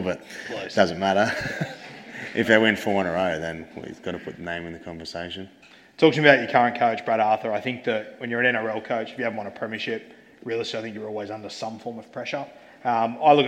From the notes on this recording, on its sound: Live Show Audio. The audio from our live show.